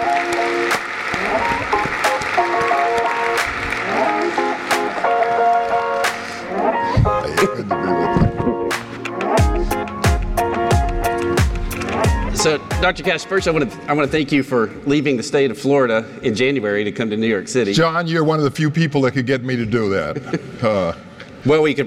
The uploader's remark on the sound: This first episode was filmed in front of an in-person audience at the National Retail Federation’s NRF 2023 conference – known as “Retail’s Big Show.”